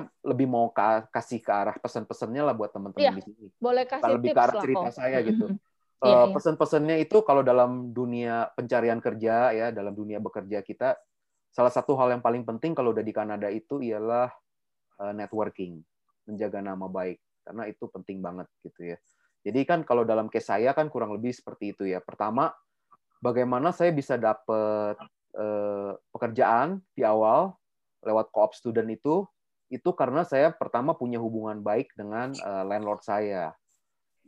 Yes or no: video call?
yes